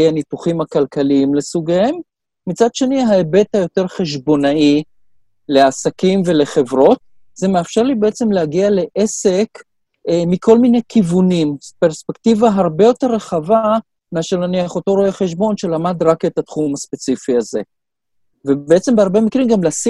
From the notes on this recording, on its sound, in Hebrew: אנחנו בתקופה קשה של מגפת הקורונה, כולנו בבית וגם תוכנית זו הוקלטה בזום בבית.